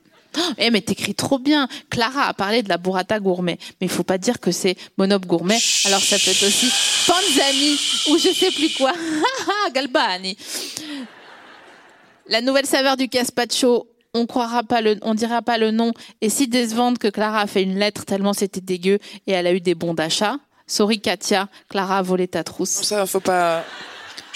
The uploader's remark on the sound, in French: enregistré le 14 novembre 2022 à la Scala Paris